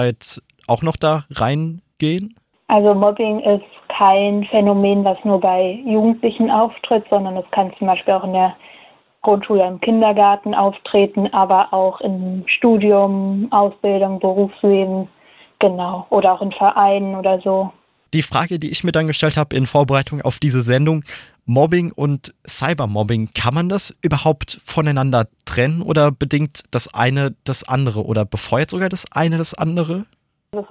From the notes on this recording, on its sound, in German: Telefoninterview